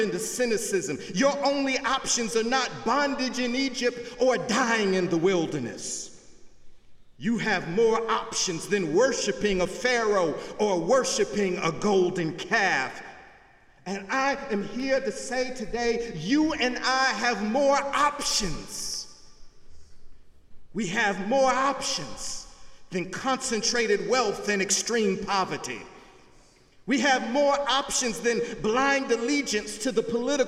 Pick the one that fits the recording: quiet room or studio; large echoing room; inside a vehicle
large echoing room